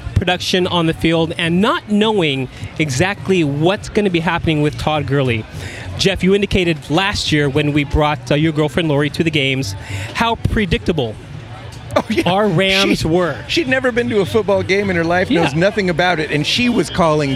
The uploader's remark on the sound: The guys record pre game from the South Lawn tailgate at the Coliseum.